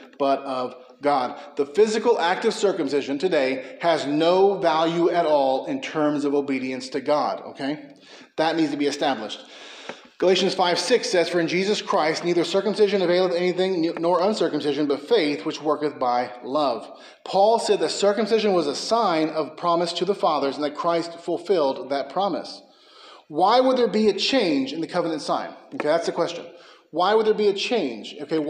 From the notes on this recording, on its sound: A sermon preached at McKee Road Baptist Church in Bakersfield, Ca.